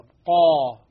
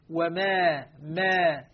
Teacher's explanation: وهنا أريد أن أؤكد على مسألة مهمة جدا، أن الألفات كما قلنا في حلقة ماضية، فإن الألف تتبع ما قبلها تفخيما وترقيقا. يعني الألف مرة تفخم إن سبقت بحرف مفخم قا، وترقق إن سبقت بحرف مرقق مستفل